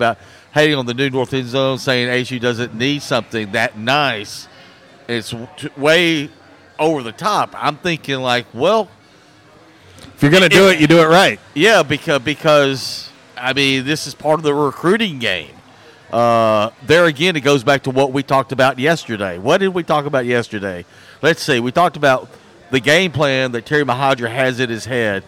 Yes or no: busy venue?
yes